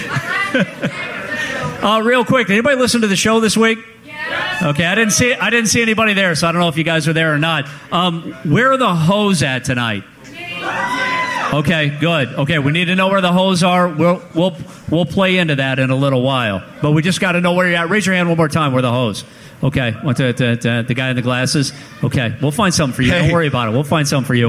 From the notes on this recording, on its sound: Live inside Stan's Room at Piere's.